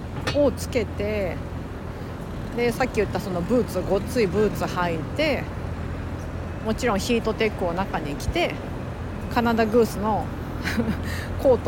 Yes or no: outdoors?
yes